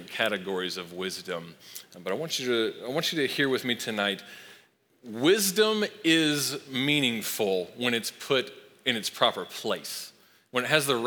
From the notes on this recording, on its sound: Recorded live at Long Hollow Church on February 21, 2023.